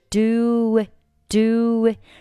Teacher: We should do it above board.这里 should,末尾的可以不用发出声音来。We should.后面 do 和 it 可以连读成 do it.这里是属于两个元音放在一起，前面一个元音是以元音 u 结尾，中间加上半元音 u，所以是 do it